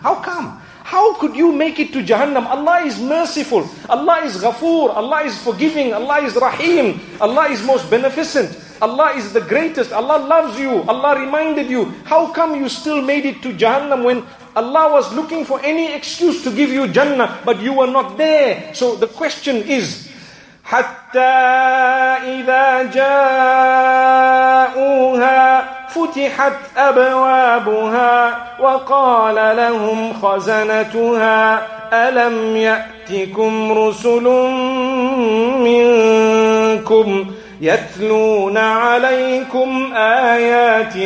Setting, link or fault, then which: setting, large echoing room